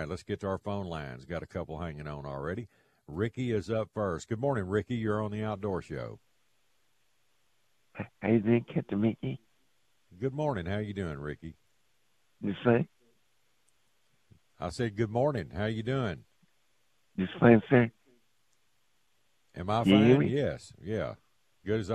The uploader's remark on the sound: Live from the Blind